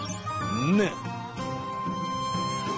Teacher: 니은은 혀가 윗 잇몸에 닿는 모양